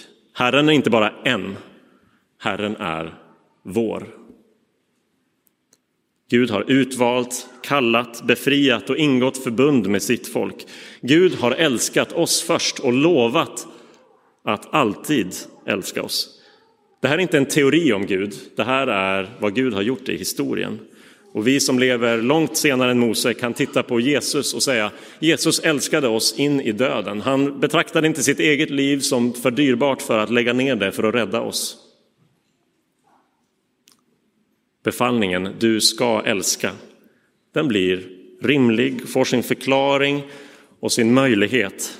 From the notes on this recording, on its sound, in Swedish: Inspelad i Roseniuskyrkan den 4 juni 2023.